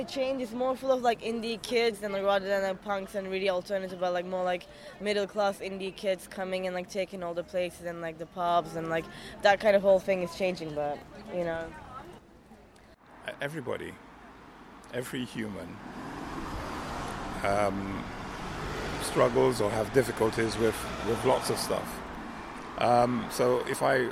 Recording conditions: outdoors